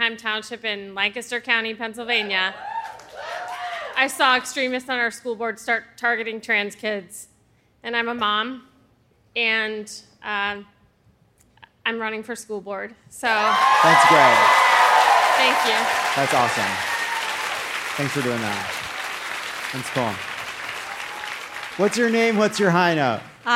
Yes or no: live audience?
yes